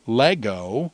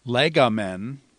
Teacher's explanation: So it's lego, but then becomes legomen, where the antepenult is accented. And so the accent moved from the penult back to the antepenult because verbs are recessive.